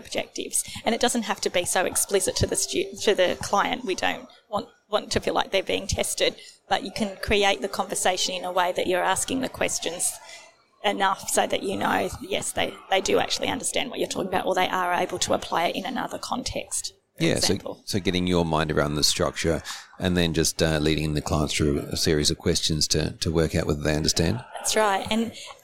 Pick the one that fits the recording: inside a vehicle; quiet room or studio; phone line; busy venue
busy venue